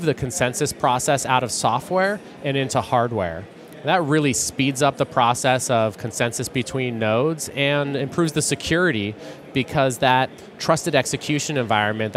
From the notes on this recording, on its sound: joins us live from Microsoft Ignite